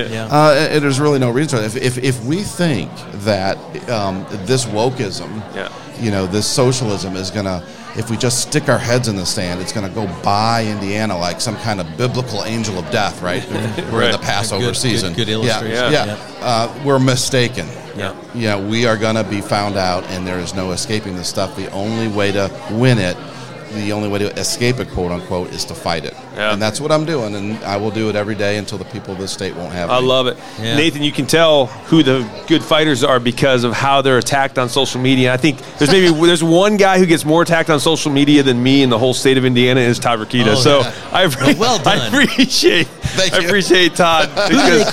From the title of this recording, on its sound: Live from the Lincoln Day